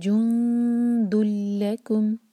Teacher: تو یہاں پر جب ہم دال کو لام سے جوڑیں گے تو نون کی آواز کو بالکل ٹچ نہیں کریں گے، غنہ نہیں ہوگا، ناک میں آواز بالکل نہیں لے جائیں گے · Term: ادغام بغیر غنہ